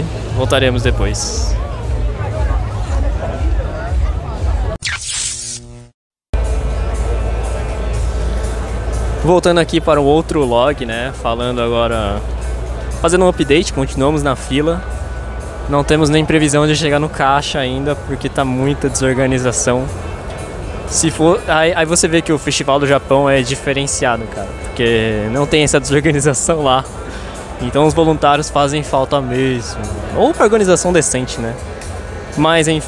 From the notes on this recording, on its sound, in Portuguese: Voltamos com mais um episódio do estilo LIVE gravando mini logs em outro evento de automobilismo, o Formula E São Paulo ePrix 2023. Venha conosco e tire suas próprias conclusões sobre o que vc acha do som de um carro da Fórmula E (eu mesmo me surpreendi como é ao vivo).